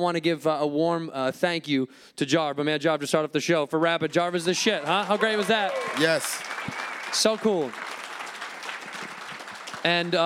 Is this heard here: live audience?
yes